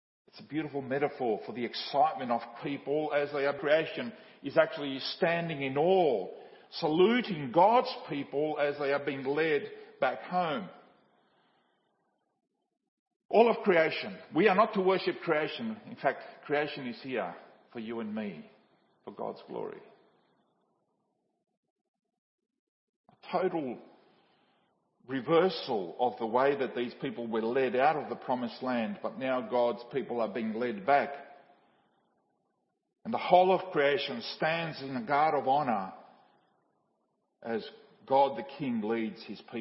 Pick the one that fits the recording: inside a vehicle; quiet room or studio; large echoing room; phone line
large echoing room